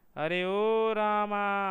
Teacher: ह्रस्व और दीर्घ के उपरांत प्लुत में तीन मात्राएं होती हैं। प्रायः जब कोई व्यक्ति दूर खड़े हुए व्यक्ति को पुकारता है तब वहां प्लुत मात्रा का उच्चारण होता है, जैसे कोई यदि दूर खड़े हुए राम को बुलाए तो वह इस प्रकार बोलेगा, अरे ओ रामा, यहाँ रामा में प्लुत मात्रा का प्रयोग हुआ है।